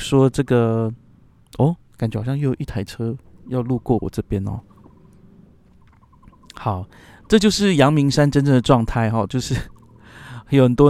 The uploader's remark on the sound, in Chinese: 把錄音室搬到陽明山不知名的山徑裡